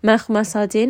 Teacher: kha is heavy, mim is light, sad is heavy